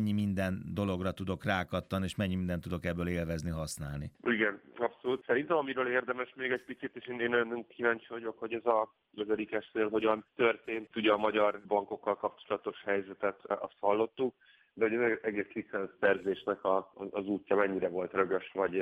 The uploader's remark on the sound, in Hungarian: telefonvendégei